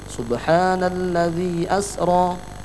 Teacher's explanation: Itu kan ladzi asra, itu mad jaiz munfasil, tapi kita baca hanya satu alif saja